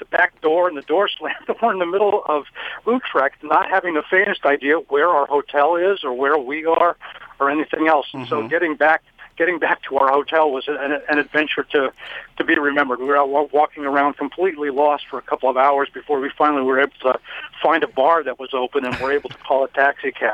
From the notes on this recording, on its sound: Telephone Interview live on Radio1190!